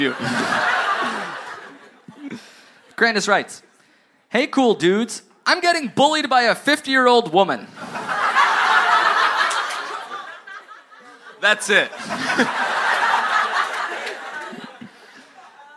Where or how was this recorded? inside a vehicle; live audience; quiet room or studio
live audience